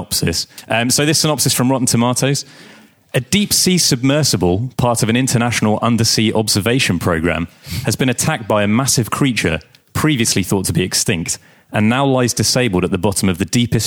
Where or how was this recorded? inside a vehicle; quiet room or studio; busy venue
busy venue